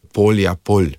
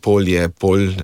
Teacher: ta L je L plus J, tu ni samo L